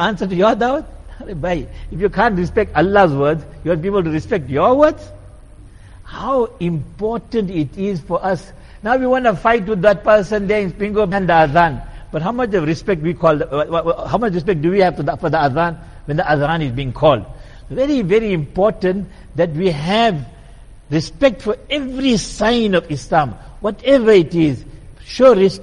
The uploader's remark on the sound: Jumuah lecture at Masjid e Quwwatul Islam